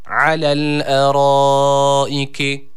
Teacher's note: Ra harfimiz yine burada kalın okunması gerekiyor. Üstün bir hareke almış A sesiyle okuyoruz.